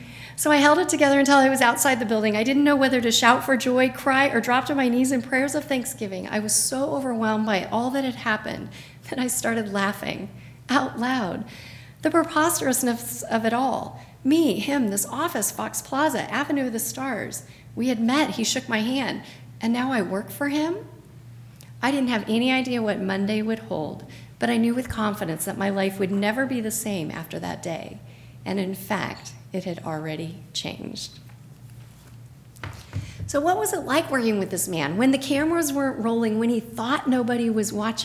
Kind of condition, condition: setting, live audience